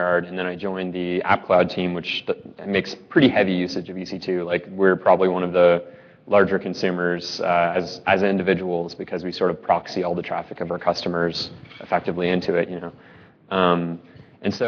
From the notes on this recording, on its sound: live from Red Dirt Ruby Conf.